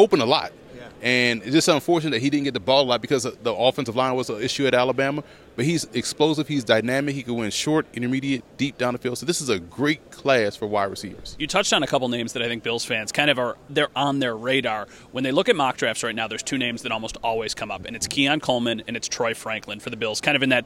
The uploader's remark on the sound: Live from the NFL Combine